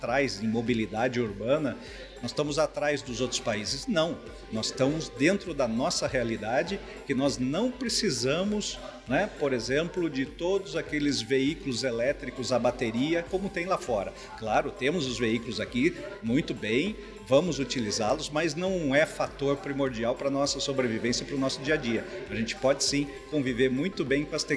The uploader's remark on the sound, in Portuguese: em entrevista no evento de 10 anos do Parque Tecnológico de Sorocaba